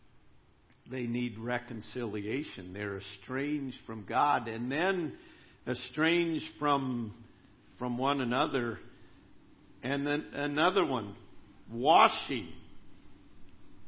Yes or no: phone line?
no